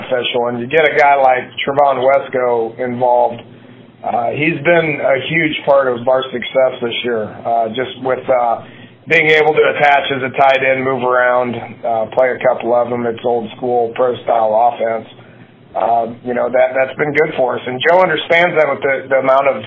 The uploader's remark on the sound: on his weekly Big 12 teleconference